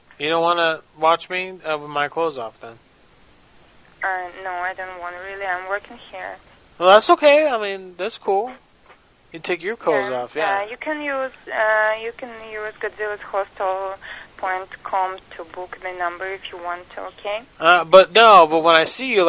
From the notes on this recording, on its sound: …'s Personal Prank Phone Calls Collection.